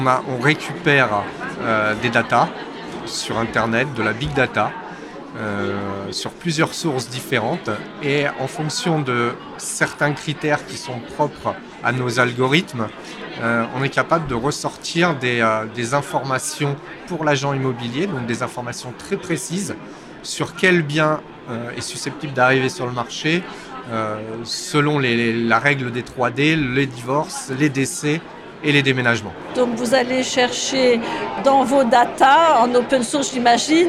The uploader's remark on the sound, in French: Ce podcast a été enregistré à Immo, le congrès de la FNAIM, les 4 et 5 décembre 2023 à Paris. Ce podcast a été enregistré à Immo, le congrès de la FNAIM, les 4 et 5 décembre 2023 à Paris.